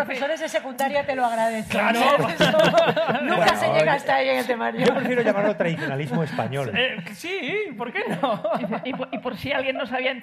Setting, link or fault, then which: setting, live audience